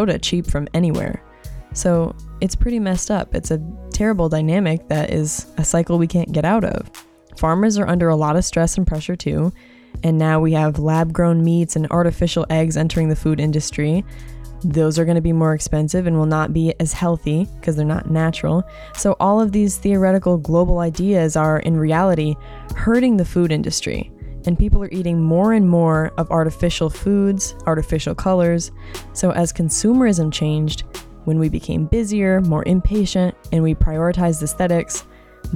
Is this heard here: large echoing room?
no